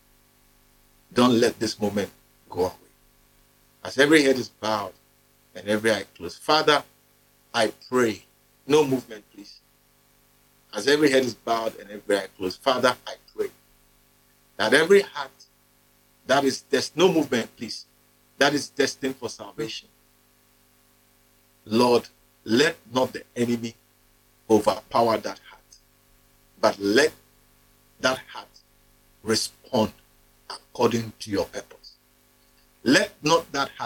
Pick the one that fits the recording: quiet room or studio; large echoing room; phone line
large echoing room